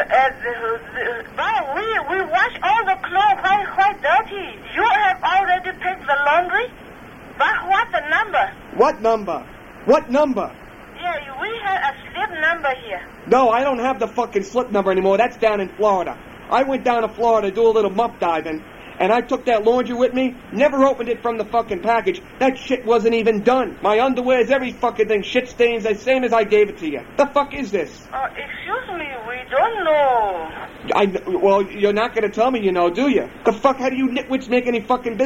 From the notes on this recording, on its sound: Prank Phone Calls